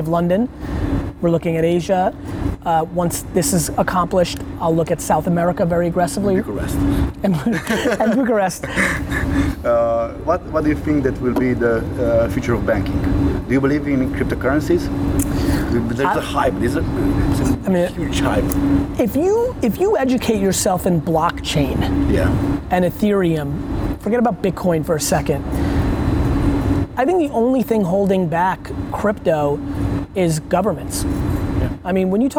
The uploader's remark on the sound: An Interview During Brand Minds Asia 2017